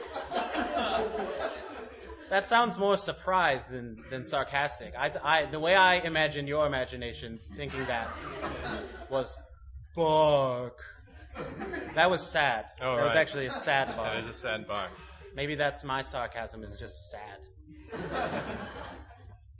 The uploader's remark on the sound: This is a special double length episode that was recorded live at the Mix Tape Comedy show held at the ComedySportz theater in Minneapolis, Minnesota.